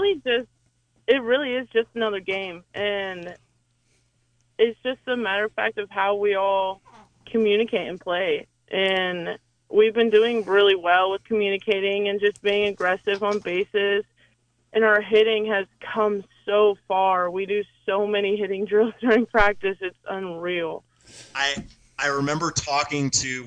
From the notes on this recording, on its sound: An hour of community call ins.